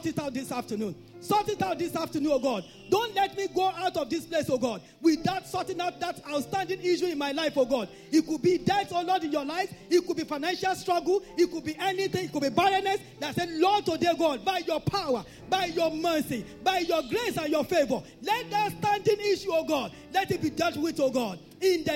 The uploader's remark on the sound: This Sunday Service message